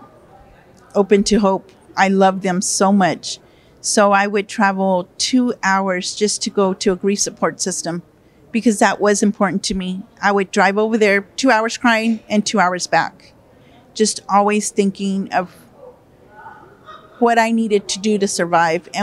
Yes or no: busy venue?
yes